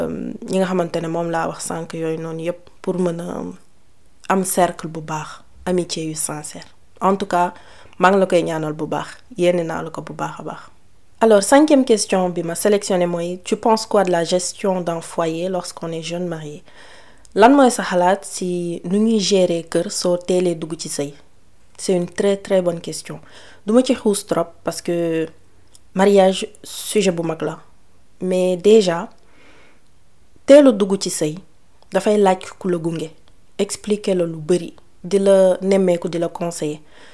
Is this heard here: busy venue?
no